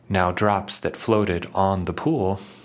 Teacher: the de emphasized ED at the end of floated makes the word on feel stressed.